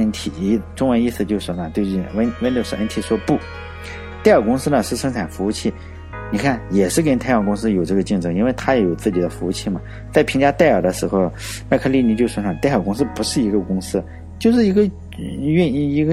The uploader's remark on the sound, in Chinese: 另外我重新录了一下音，以前录音没经验，就是一个手机，导致杂音超大。后来我插上耳机后，然后用背景音乐把杂音给掩盖一下。我的录音设备就是一个手机加一个耳机，然后再使用Audacity这个软件加上背景音乐来掩盖马路上的杂音。